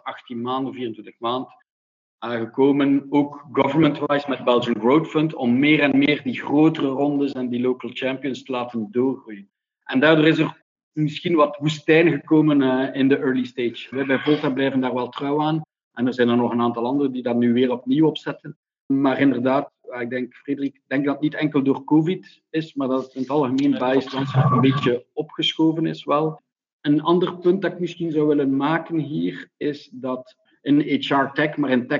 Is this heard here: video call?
yes